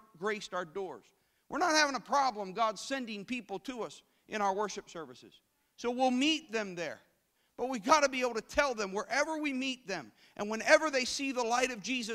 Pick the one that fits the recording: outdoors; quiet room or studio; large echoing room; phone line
large echoing room